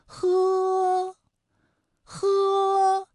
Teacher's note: 呢，是你要上牙轻触着下唇去发音。那么喝的发音技巧呢，是这样啊，舌根要用力，尽量的上拢靠近软腭，让气流从舌根和软腭之间流出，喝喝，哎，我们喝的时候啊，这个舌根要用力啊，找到这样的感觉。佛和喝啊，发音的时候呢，声带都不颤动